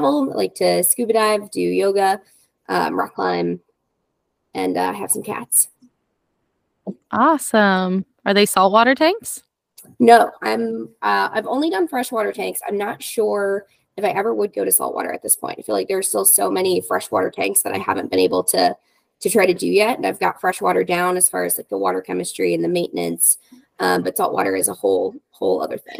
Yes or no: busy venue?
no